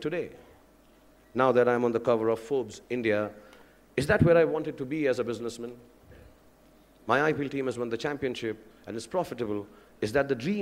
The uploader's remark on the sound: IIMBUE Lecture. Delivered the inaugural address at the first Global Alumni Leadership Summit organized by the Indian Institute of Management Bangalore, IIMBUE 2015.